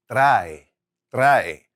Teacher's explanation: Well, the stress is on the A.